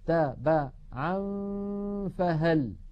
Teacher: هل النون الجزء اللساني منها هل بقي أم انعدم في الإخفاء؟ انعدم، وهذا مماثل للإدغام